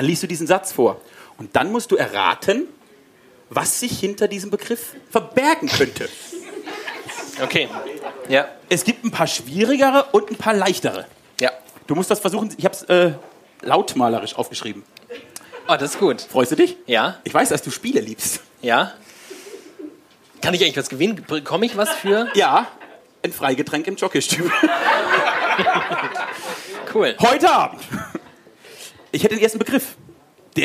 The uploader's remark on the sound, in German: WiEderlicher LIVE. Genießt den ersten Teil der großen Live-Show von wiEderlicher!